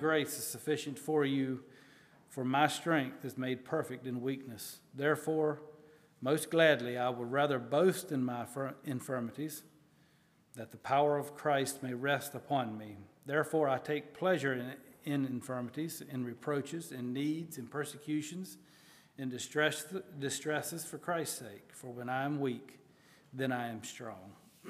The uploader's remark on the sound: at Hephzibah Mennonite Church on June 11, 2023